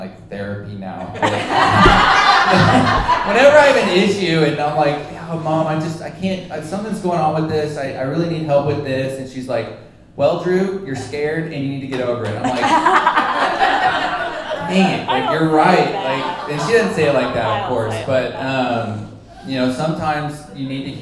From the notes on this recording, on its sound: we record live from a special Mother's day edition of Breakfast Club